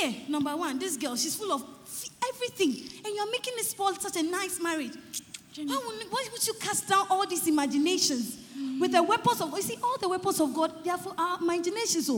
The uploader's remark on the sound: Preached At The First Love Centre, Accra, Ghana